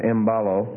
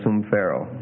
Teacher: they like to put an M sound before a P or something like that, easier than making an N, so. And then N plus balo is M balo, and sun plus pharo is sum pharo.